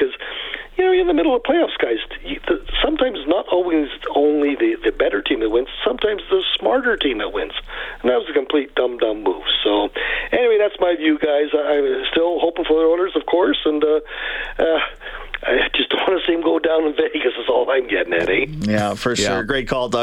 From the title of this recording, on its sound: take your calls